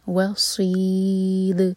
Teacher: وصید دال پر رکیں گے تو دال پر قلقلا